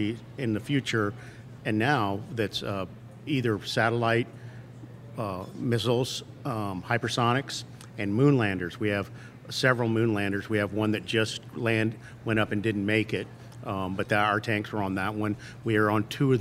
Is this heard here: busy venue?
yes